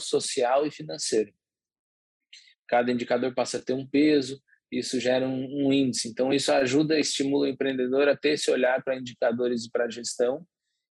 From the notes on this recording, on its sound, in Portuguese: Este episódio foi gravado via internet em home office.